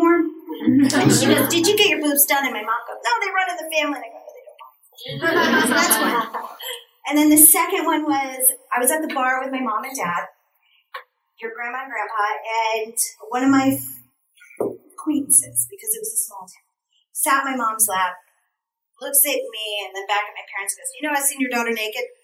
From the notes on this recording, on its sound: I gave a lecture at UNLV. There was about 50 students.